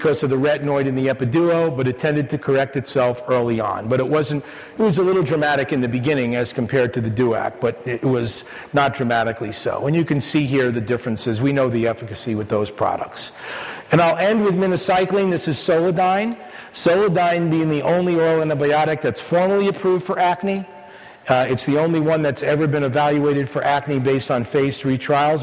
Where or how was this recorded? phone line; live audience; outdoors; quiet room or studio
live audience